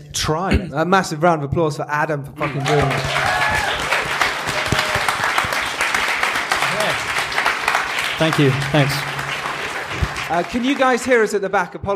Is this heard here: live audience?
yes